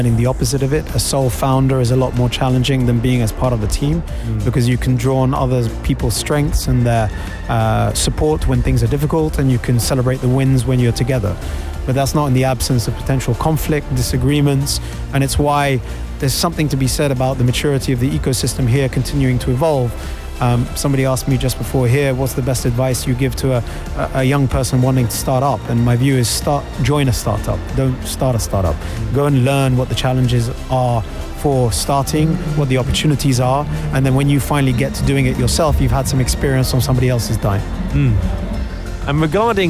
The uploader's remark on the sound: Live from SEF 2024